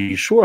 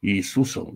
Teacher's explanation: Также Иешуа стал Иисусом, где «ш» заменилось на «с»